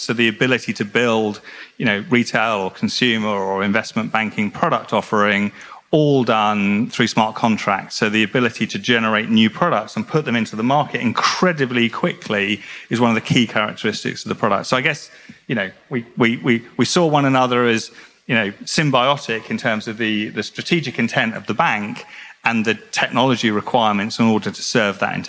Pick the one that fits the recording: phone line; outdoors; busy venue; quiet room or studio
busy venue